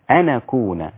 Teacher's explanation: نقل حركة الهمز إلى الساكن قبلها، هذا يسمى النقل، يعني حركة الهمزة اللي هي الألف الثانية بتاعت أكون نقلت إلى النون، أن أكون هكذا، أن أكون من الجاهلين.